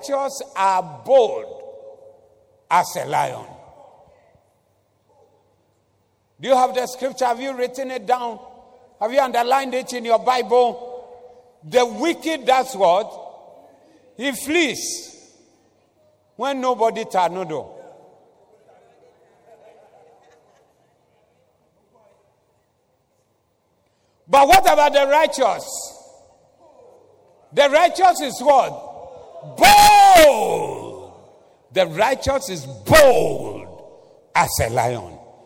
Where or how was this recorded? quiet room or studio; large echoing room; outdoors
large echoing room